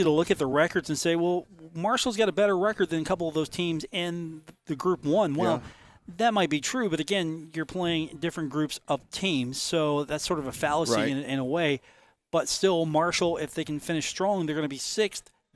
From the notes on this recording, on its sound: Live from The Union Pub and Grill in Huntington, WV.